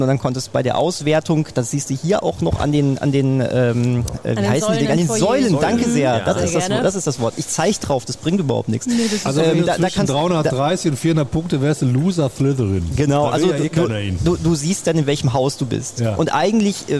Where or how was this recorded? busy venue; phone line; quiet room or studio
busy venue